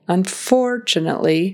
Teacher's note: The word unfortunately, the emphasis is on that second syllable.